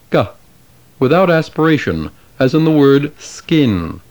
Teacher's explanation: Kappa is pronounced k, without aspiration, as in the word skin.